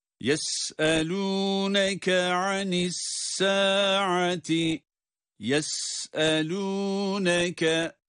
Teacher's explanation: Sin ince okunuyor. Yes ve ses akıyor. Evet, sesin akarak çıkması var.